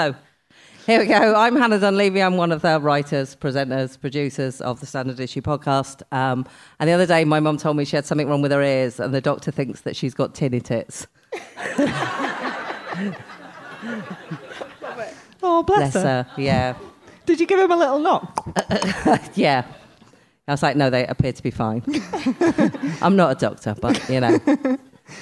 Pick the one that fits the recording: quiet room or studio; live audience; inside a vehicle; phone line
live audience